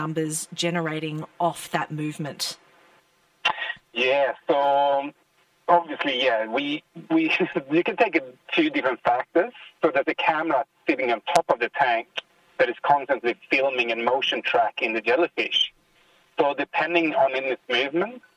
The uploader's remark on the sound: Phones in to discuss his installation project for 'Not Natural' at the Science Gallery Museum.